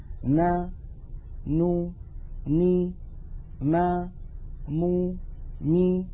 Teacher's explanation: هذه الأصوات الستة فيها غنة أنقص ما تكون وهي متساوية في الزمن